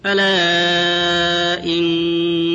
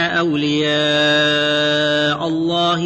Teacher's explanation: في هذه الآية مد منفصل ألا إن، ومد متصل أولياء الله